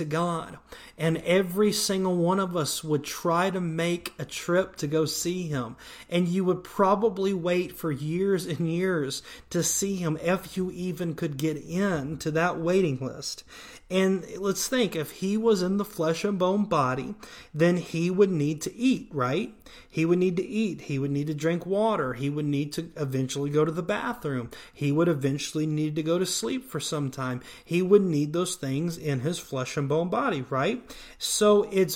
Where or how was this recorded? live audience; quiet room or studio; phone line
quiet room or studio